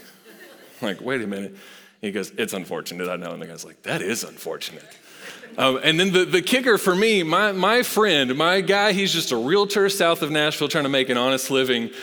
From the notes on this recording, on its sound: Recorded live at Long Hollow Church.